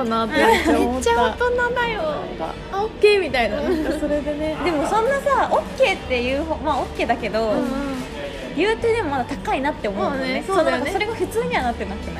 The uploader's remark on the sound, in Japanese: 記念すべき第1回目は、なんと3人の仕事終わり、次の予定まで1時間という時間に追われながらフレッシュネスバーガーで撮りました。雑音がすごいです、ガザガサしてるのは食べながら撮っているからです。